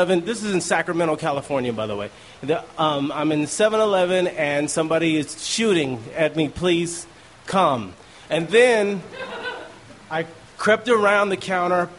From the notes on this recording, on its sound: These stories were recorded by our good friends at The Denver Diatribe at Deer Pile.